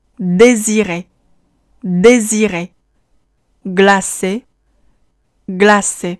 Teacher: 需要稍微预振动一下声带 · Term: 浊音